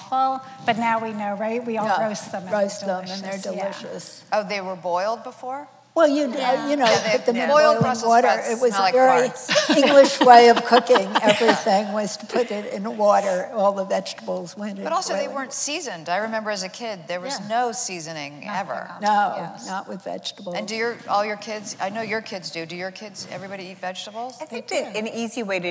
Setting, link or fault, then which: setting, live audience